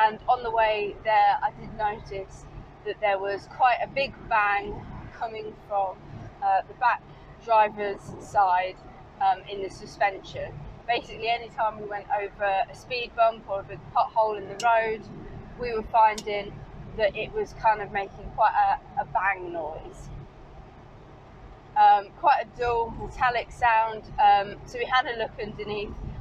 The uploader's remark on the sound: all recorded from my 1968 Morris Minor, Peggy